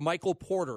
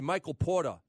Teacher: they don't say the R · Shown in: second take